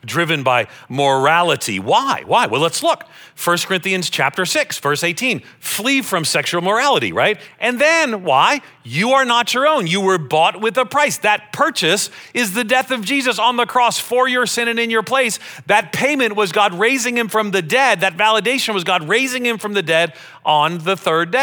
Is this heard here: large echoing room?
yes